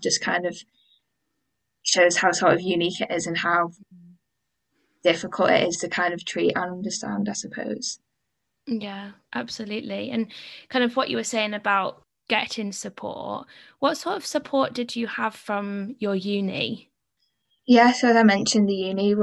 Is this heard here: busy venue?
no